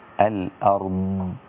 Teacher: الضاد فيها استطالة وليس فيها قلقلة